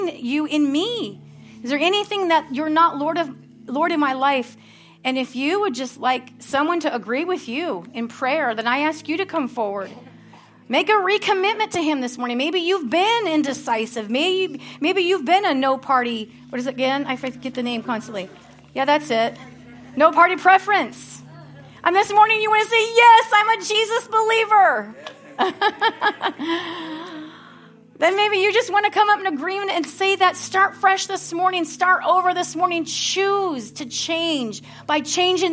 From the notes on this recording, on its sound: at Harvest Bible Church in Stockton, California.